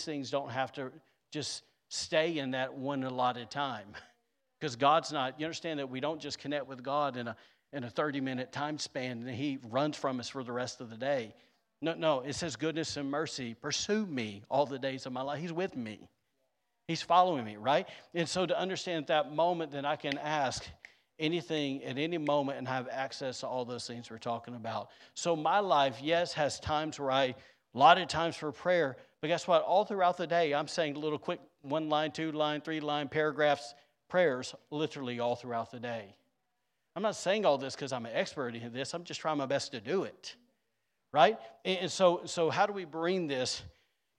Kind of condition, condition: setting, large echoing room